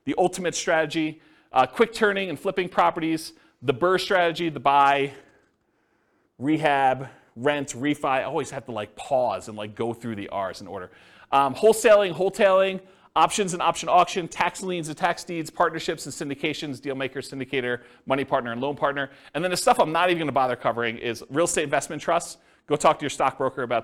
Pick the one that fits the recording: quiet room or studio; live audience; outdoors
live audience